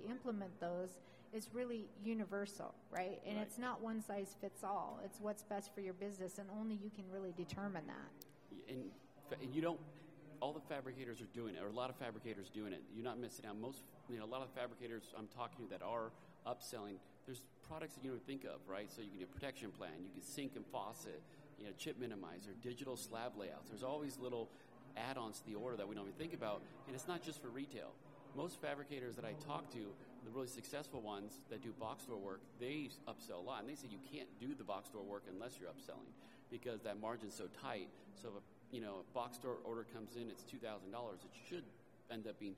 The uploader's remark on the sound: Recorded live at Coverings 2022.